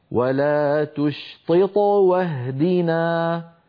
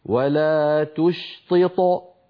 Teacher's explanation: فكما نطقتها الآن قلقلتها صغرى، ولو وقفت وقلت ولا تشطط فصارت قلقلتها عندئذ كبرى